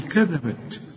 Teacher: لكن ما غنش الذال دي وطلع لساني في الذال